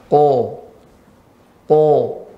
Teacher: tempatnya pangkal lidah bertemu ya dengan langit lunak bagian dalam tapi agak ke depan · Term: kof